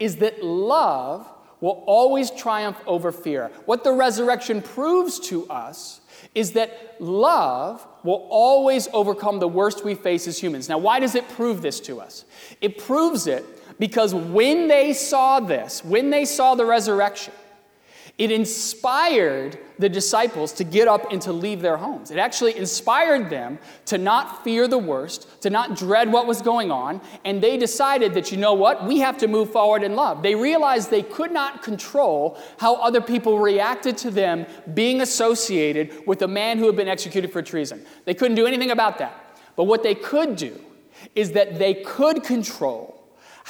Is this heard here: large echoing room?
yes